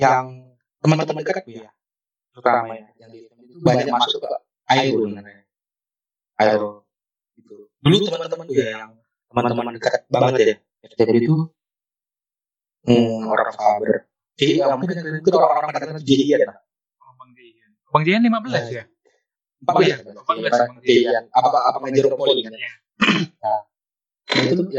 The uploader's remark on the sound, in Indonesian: mohon maaf untuk kualitas audio yang cukup buruk